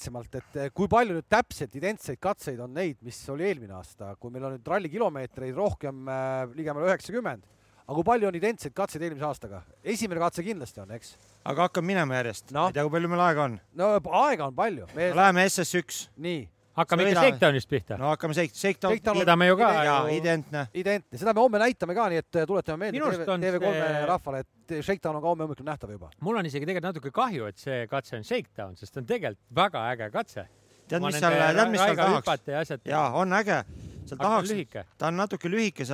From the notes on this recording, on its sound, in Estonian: otse sündmuskohast